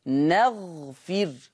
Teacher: يقرأ حفص نغفر بفتح النون وسكون الغين وكسر الفاء